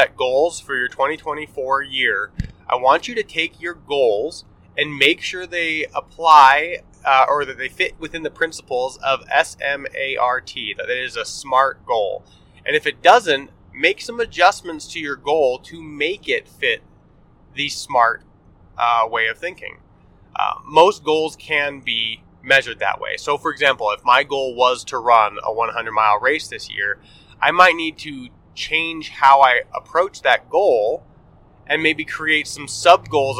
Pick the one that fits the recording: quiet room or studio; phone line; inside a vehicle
inside a vehicle